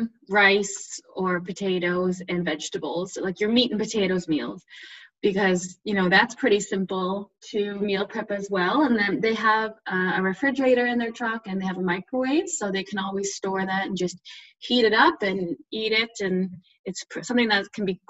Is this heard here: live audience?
no